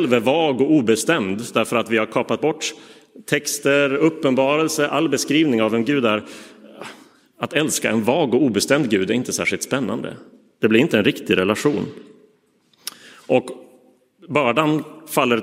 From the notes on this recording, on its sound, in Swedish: Inspelad i Roseniuskyrkan den 4 juni 2023.